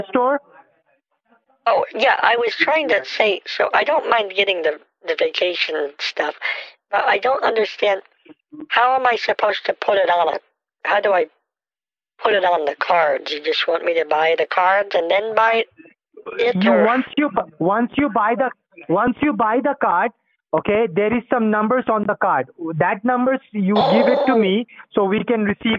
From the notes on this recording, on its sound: on the phone with multiple scammers